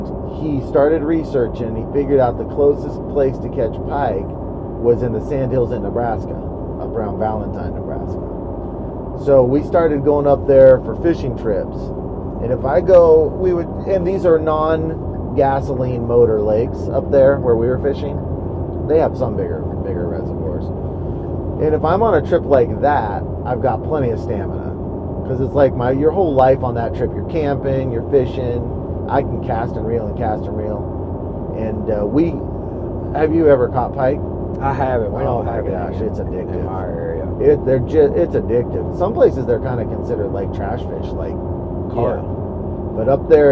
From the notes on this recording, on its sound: Recording from our truck